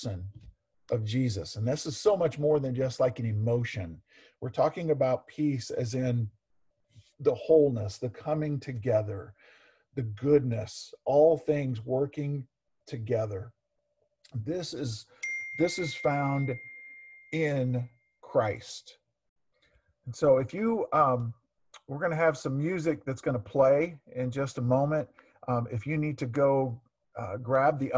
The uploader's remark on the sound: Zoom Sunday (Audio)